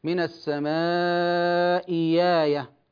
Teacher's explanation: الصورة الرابعة أن تأتي الأولى مكسورة والثانية مفتوحة، والثانية مفتوحة، وشاهد ذلك قوله تعالى من السماء آية، وحكمها إبدال الثانية ياء مفتوحة